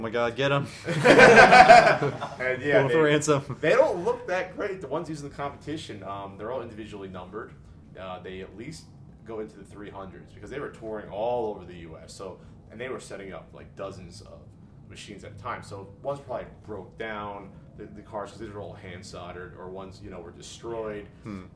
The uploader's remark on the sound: Retronauts Live: Retronauts Classic Gaming Expo 2012